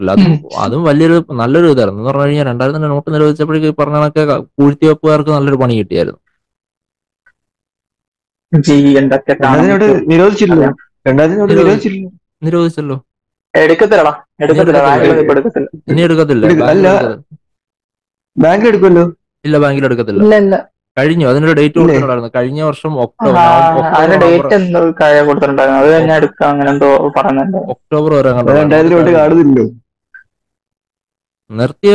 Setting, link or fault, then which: link, video call